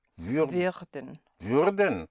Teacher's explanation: Spelled W-U-Umlaut-R-D-E-N. Instead of werden, if you make it würden, you give it an Ü sound.